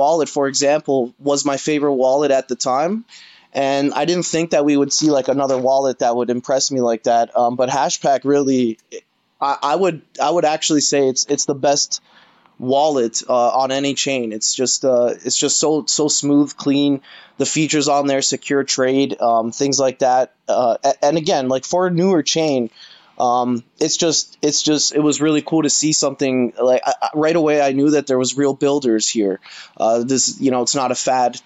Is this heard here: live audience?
no